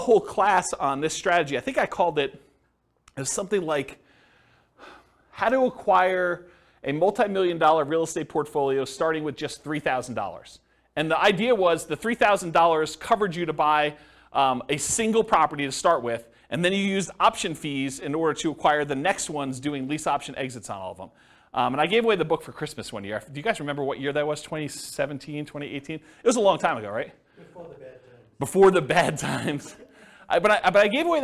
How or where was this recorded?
live audience